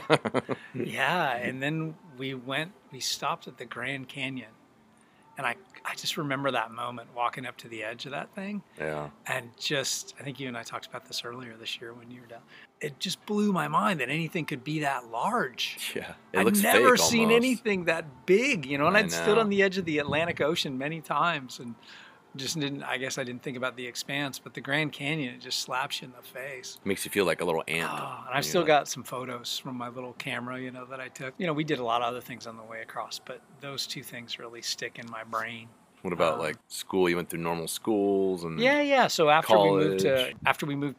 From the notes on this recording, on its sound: This episode was recorded in Humboldt County during the Social DIstancing Mandate in March 2020. We did meet outside but stayed 6 foot from each other at all times.